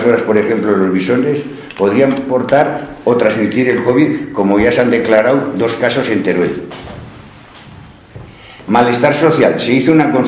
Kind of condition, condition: setting, large echoing room